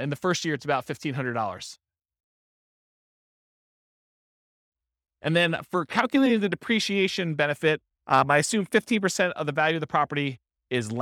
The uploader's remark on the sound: This was a live class recorded